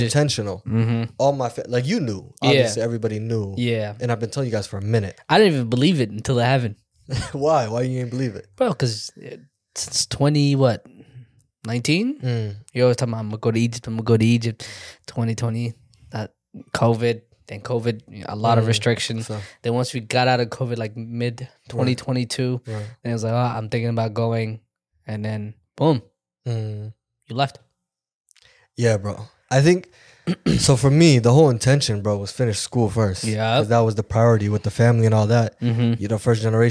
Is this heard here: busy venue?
no